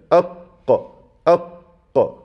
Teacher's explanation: الناظم قال: والقاف أقصى اللسان، يعني أبعد نقطة في اللسان يخرج منها حرف القاف مع ما يليه، يعني أقصى اللسان من الحنك الأعلى. هيكون هذه الجزئية آخر نقطة في اللسان مع ما يليها من الحنك الأعلى كده، أق أق بهذه الكيفية كده.